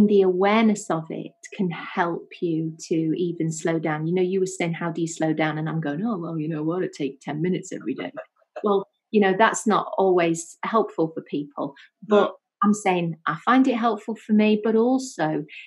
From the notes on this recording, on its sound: The conversation was recorded on Zoom so apologies for the quality.